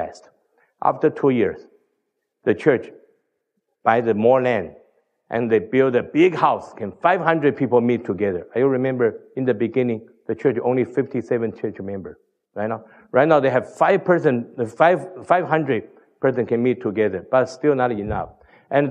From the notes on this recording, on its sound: Tells the T4T Story at the NoPlaceLeft conference in Sydney Australia.